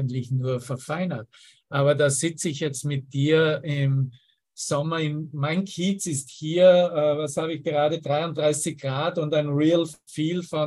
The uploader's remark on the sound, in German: Zoom-Session. Veranstaltet von der Aleph Akademie.